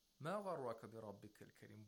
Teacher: on the word Kareem, he has a rising intonation because it's a question